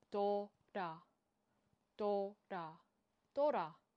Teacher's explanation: First way to pronounce this word, we swap the T with a soft D sound, which is called a flap. And then the R at the end of the word sounds like ah